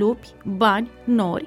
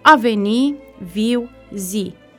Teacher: În limba română, litera I desemnează, de fapt, două tipuri de vocale. Un I nesilabic, ca în lupi, bani, nori, și un I silabic, adesea accentuat